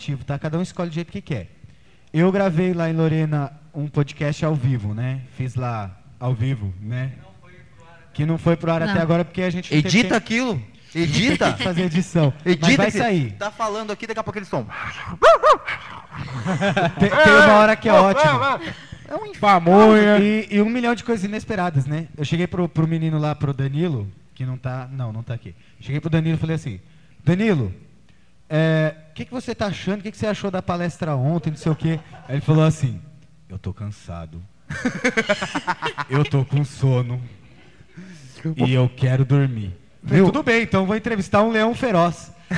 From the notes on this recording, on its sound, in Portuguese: (Faculdades Integradas Coração de Jesus), dando uma palestra sobre a nova tendência de mídia, os podcasts, que consistiu em nada mais nada menos que uma “gravação ao vivo” do nosso programa como todos da palestra como convidados.